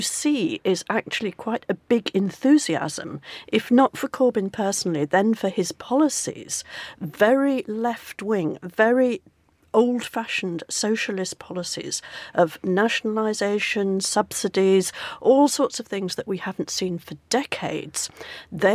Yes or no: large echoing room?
no